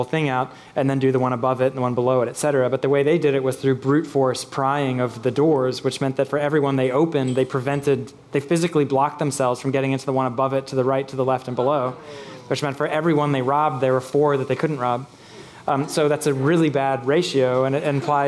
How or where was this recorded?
busy venue